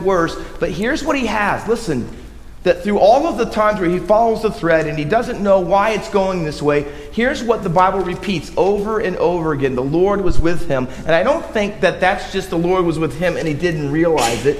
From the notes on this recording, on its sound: Faith Baptist Church in Hamilton, NJ.